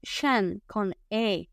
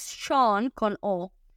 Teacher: No es Sean con O, sino que es Shan con E. Es decir, es más cerradito.